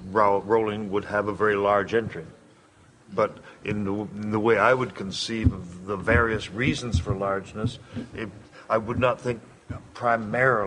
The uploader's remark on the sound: at the World Fantasy Convention held in Saratoga Springs, a panel was presented